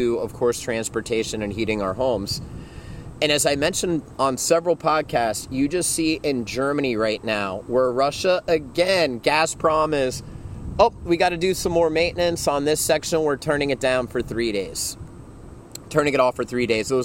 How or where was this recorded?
outdoors